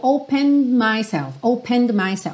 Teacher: Percebe que esse opened, você quase não ouve o D, porque o E já não é pronunciado, então opened myself, fica muito sutil.